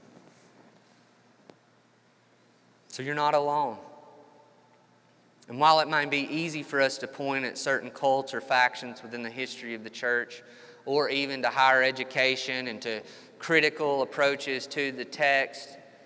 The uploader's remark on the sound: This episode was recorded 28 March 2021 at Matthew's Table Church in Cleveland, TN.